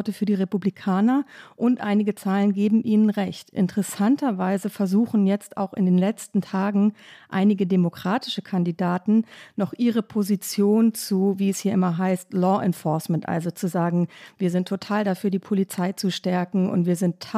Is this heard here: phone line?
no